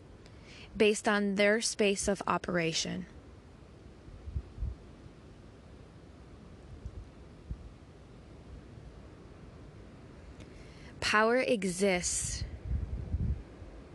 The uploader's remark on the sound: Sounds of the Bangalley Headlands.